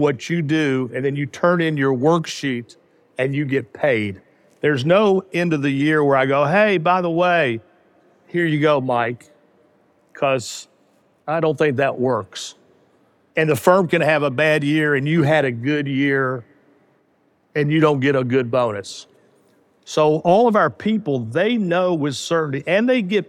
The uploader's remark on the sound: In this special episode of The Game Changing Attorney Podcast recorded LIVE at the Game Changers Summit.